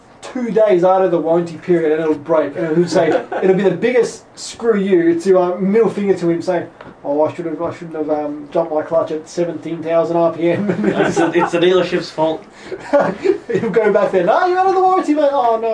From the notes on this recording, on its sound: this is the backup recording as the normal recorder had issues